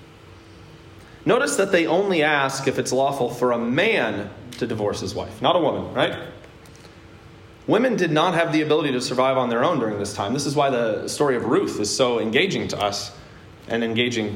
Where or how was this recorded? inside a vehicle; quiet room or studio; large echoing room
large echoing room